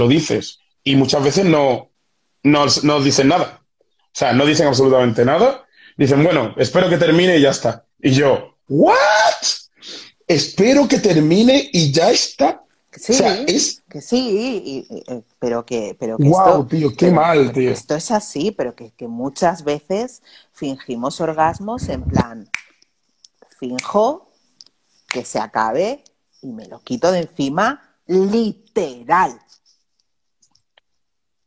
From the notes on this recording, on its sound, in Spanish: Este episodio es la grabación de un directo en Instagram